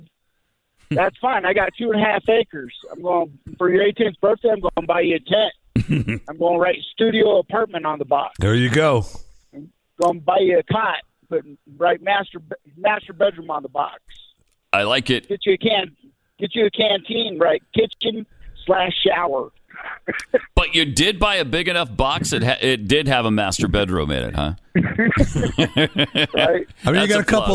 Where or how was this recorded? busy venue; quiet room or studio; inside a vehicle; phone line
phone line